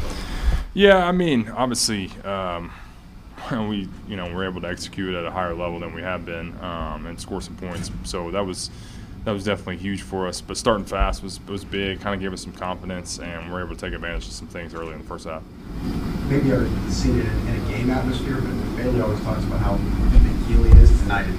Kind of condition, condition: setting, busy venue